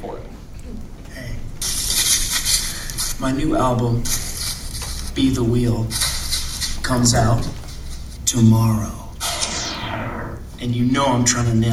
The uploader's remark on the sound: Live from SXSW